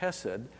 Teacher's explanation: So when you make the Hebrew H sound, it's kind of like a K sound made at the back of your throat